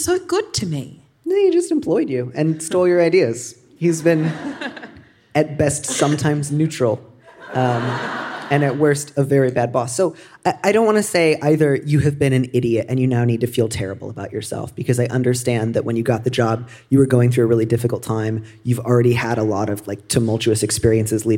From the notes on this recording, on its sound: Recorded live at Storey Hall in Melbourne, Australia.